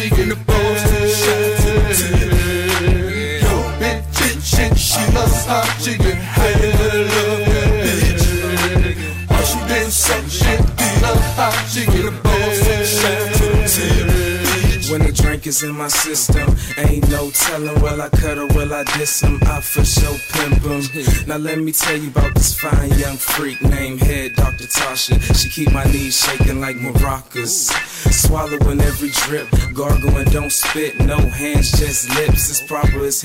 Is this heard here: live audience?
no